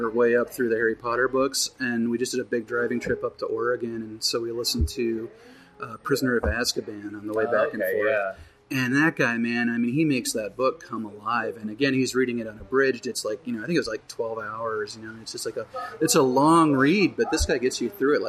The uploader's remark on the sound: A special podcast recorded Saturday at the Perky Nerd Comic &amp; Coffee Shop in Burbank. Here is a special podcast recorded Saturday at the Perky Nerd Comic & Coffee Shop in Burbank.